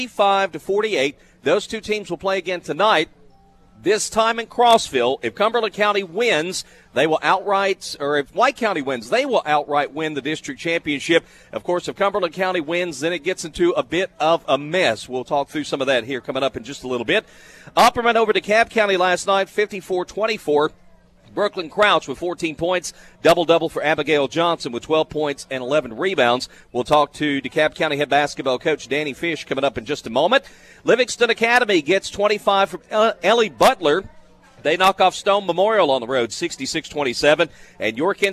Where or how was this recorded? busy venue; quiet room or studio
busy venue